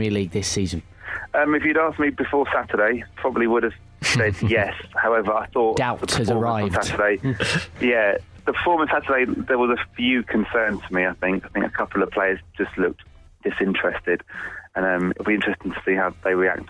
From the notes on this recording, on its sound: is also on the line